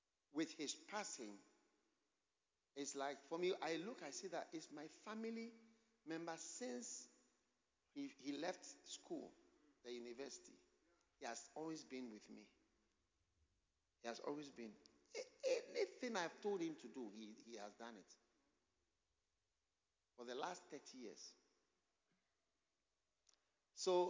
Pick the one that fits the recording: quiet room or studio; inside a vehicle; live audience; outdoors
live audience